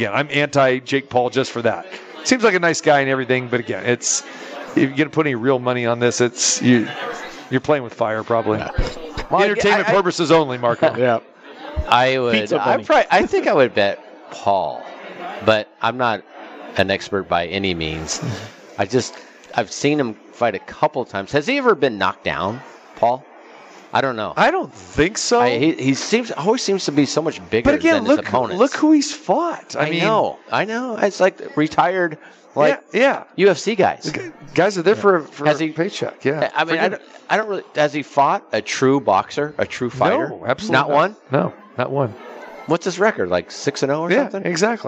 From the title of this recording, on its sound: Live from the Superbook at Westgate Las Vegas